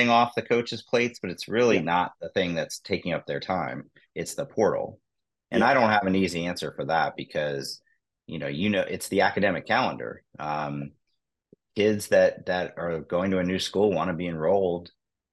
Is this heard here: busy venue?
no